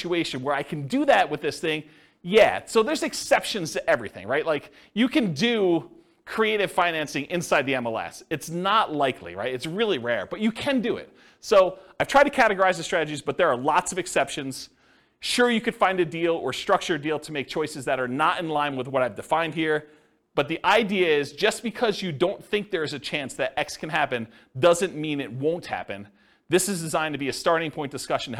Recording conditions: live audience